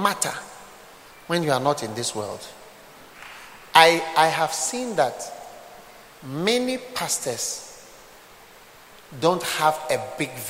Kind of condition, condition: setting, live audience